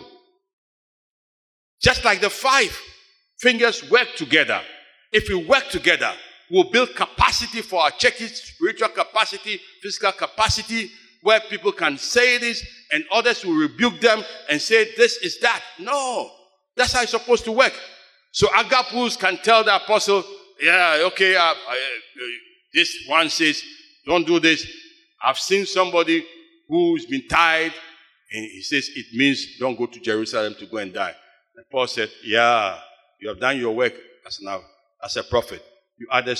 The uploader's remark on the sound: Sermon preached at CBC Shiashie Campus